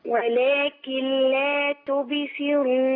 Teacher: يعني ما اكسرش الباء ولا نضمها ولا نديها حركه الفتح، هي ساكنه بهز الحرف فبياخد شبهه فتح بس